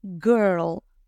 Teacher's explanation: En realidad no hay I, no es I, sino g, g, g, y luego le metes la R. Girl, girl, como si la I desapareciera.